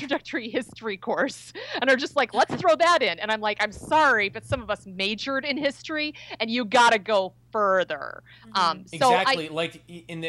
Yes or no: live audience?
no